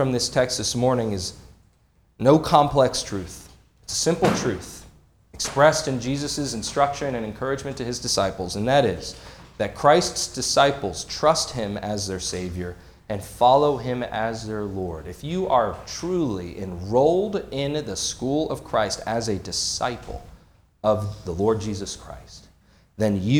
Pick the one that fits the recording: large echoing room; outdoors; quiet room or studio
large echoing room